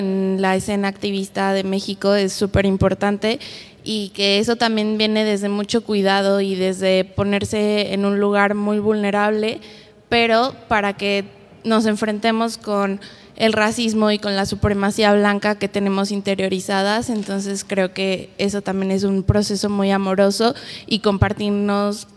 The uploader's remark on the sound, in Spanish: una conversación en vivo y con público